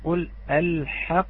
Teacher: لأن الحاء ليست من صفتها صفة الاستعلاء أو من ما يلزمها التفخيم، فيلزمه الترقيق. فعلينا أن لا نرفع أو لا يرتفع هذا الجزء من اللسان.